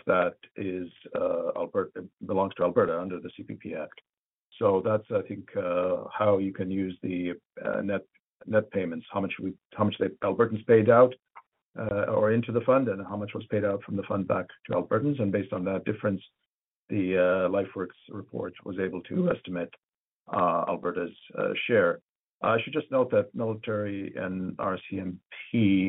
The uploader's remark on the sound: Central Alberta Telephone Town Hall